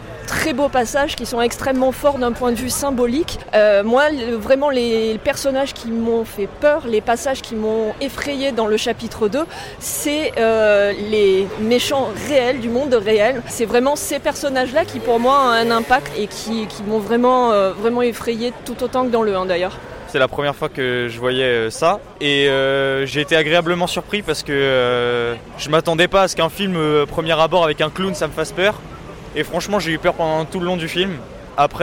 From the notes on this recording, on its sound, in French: Enregistré au Hurling pub (8 Rue Descartes, 75005 Paris)